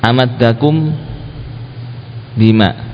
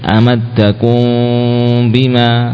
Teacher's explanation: namun mim tetap dibaca dengan sebagai mim merapatkan bibir ya, karena mim dengan ba sudah satu makhraj ya. · Shown in: first take · Amadakum bima, mim bibir atas dan bawah, ba juga bibir atas dan bawah, sehingga tidak perlu disamarkan lagi sudah. · Term: ikhfa syafawi